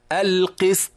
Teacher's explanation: السين ساكنة فقط ليس فيها قلقلة، لكن بعدها الطاء مقلقلة